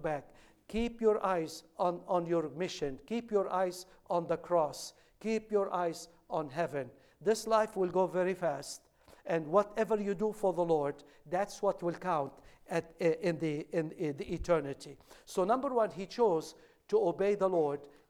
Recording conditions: large echoing room